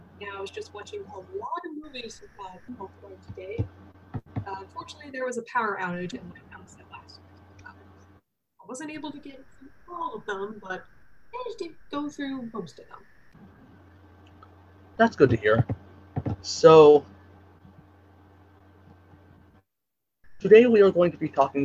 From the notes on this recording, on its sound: Apologies in advance for audio issues and background noise: I had my AC on full blast and I didn't realize that having my mic on cut off